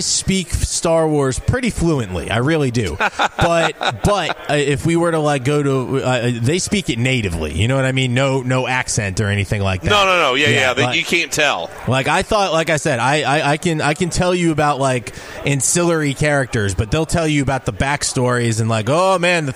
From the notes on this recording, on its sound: Broadcasting live from BW3s on Westport Road!